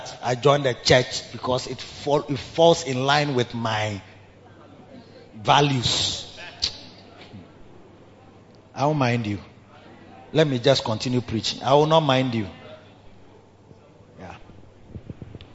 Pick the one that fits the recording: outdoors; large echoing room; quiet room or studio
large echoing room